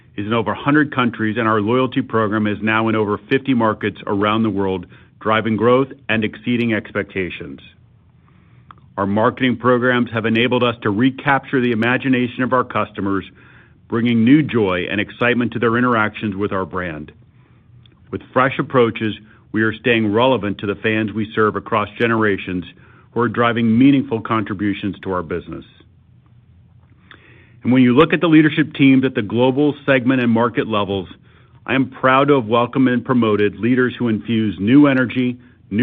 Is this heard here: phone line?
yes